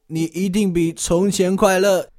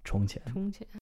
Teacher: like a lot of southern accents, he doesn't really distinguish between, you know, 平舌 and 卷舌